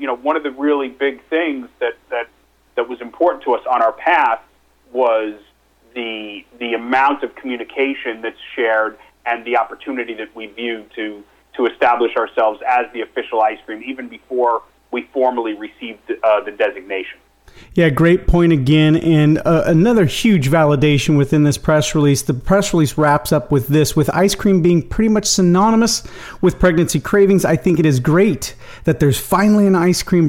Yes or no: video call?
no